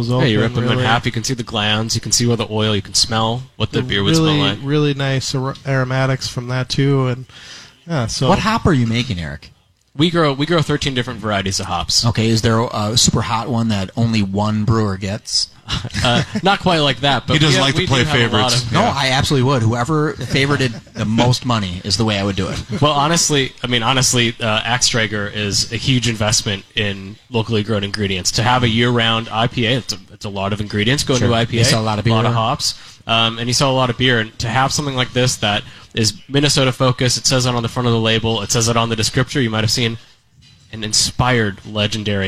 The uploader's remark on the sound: The Beer Show took the show on the road to broadcast live from Thirty Bales in Hopkins!